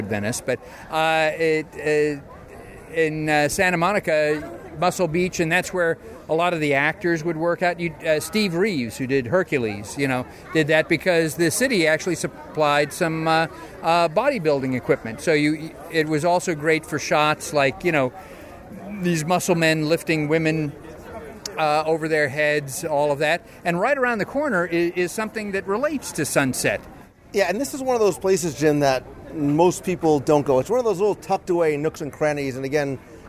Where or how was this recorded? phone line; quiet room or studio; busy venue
busy venue